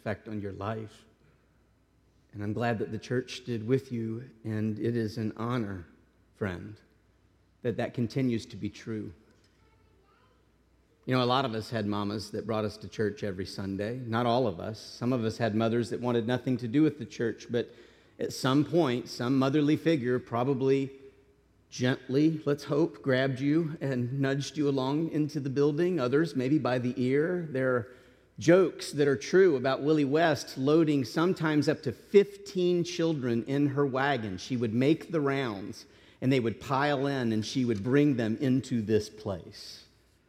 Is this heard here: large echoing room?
yes